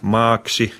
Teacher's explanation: Se täytyy osata tietysti lukea tuo yksi a pitkänä maaksi ja äks sitten tietysti ks:nä.